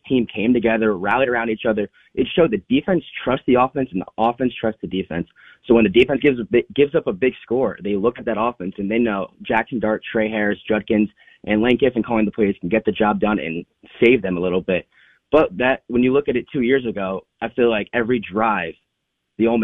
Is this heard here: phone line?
yes